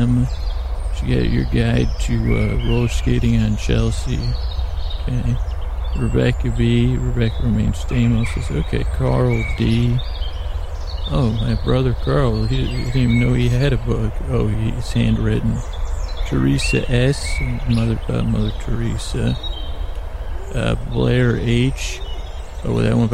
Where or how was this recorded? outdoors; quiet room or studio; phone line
outdoors